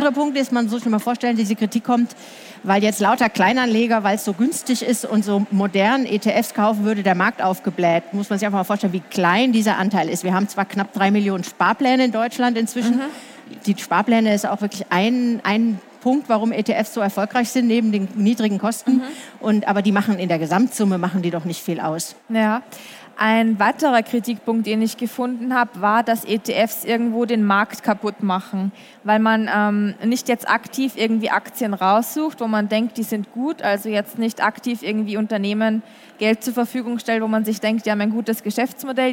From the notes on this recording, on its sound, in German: Diesmal live auf der Karrieremesse herCAREER in München. Diesmal live auf der Karrieremesse herCAREER in München.